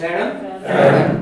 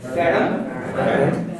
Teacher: there's an epithetic vowel there between the R and the M and ferum